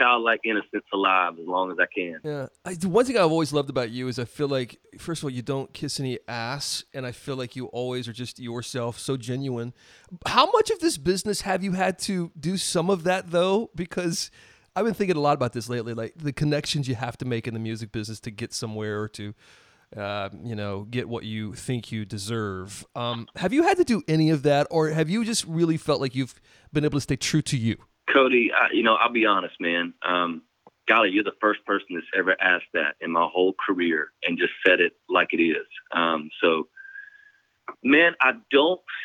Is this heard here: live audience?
no